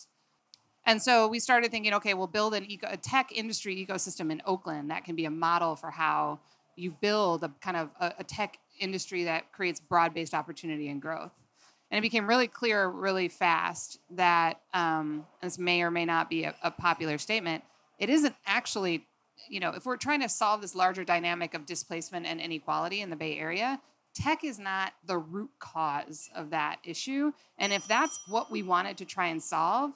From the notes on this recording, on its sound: Recorded live August 16, 2017 at Eli's Mile High Club in Oakland, CA.